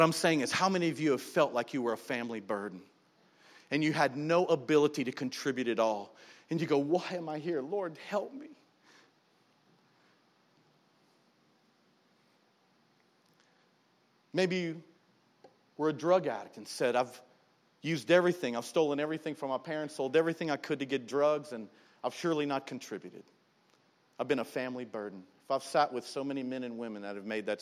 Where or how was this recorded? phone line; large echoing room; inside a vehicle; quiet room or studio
large echoing room